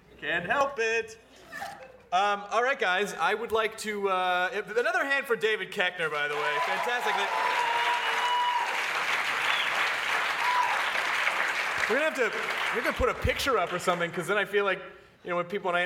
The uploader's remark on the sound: This podcast was recorded at Largo in front of many wonderful nerds on July 28th